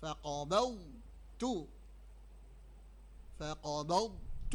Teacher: الضاد يمتاز بالتفخيم، والتاء تمتاز بالترقيق. وأنتوا لما ما تنطقوهاش نطقا صحيحا، تبقى أضغمتوا الحرف الأول في الثاني، وهذا لحن.